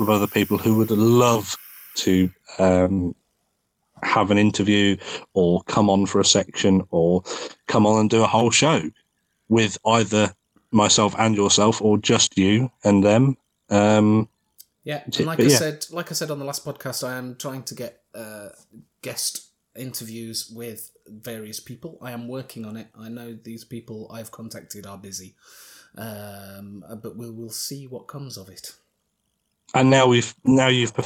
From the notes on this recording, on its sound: Apologies for the audio quality - I am getting used to editing two of us.